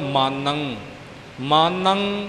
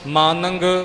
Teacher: ਟਿੱਪੀ ਤੋਂ ਬਾਅਦ ਕਿਸੇ ਤਰ੍ਹਾਂ ਦੀ ਆਵਾਜ਼ ਹੋਰ ਨਹੀਂ ਆਉਣੀ · Shown in: first take · ਜਿਸ ਅੱਖਰ ਦੇ ਆਖਰ ਵਿੱਚ ਟਿੱਪੀ ਹੋਵੇ। · Term: ਟਿੱਪੀ ਦੀ ਆਵਾਜ਼